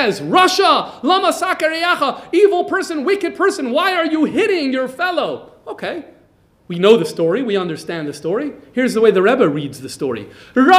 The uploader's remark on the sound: This lecture was recorded live by Jewish Multimedia Library. JML, Melbourne Australia.